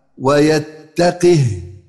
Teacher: يعني بكسر القاف وإسكان الهاء